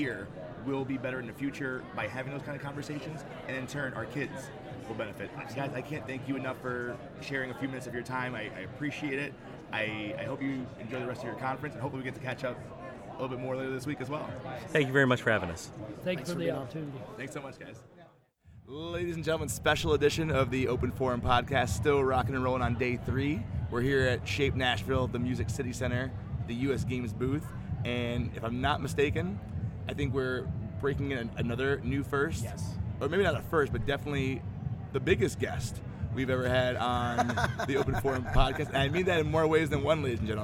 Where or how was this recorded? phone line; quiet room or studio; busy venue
busy venue